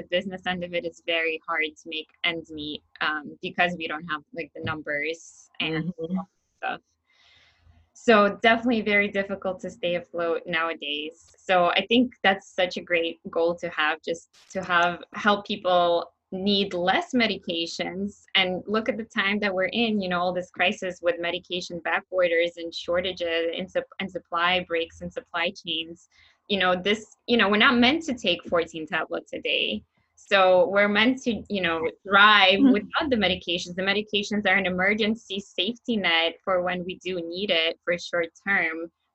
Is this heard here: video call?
yes